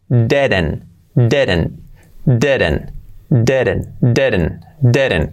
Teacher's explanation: Una E prácticamente, no es 100% una E, pero muy, muy parecida a una E. Didn't. Y la T del final, pues prácticamente se omite.